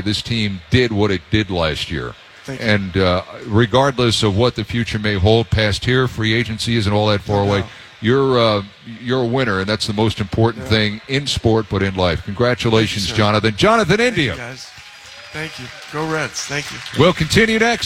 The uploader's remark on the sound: Live from Redsfest. Live from the Duker Energy Convention Center in downtown Cincinnati.